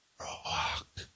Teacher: So you say it very quietly in a whisper, very breathy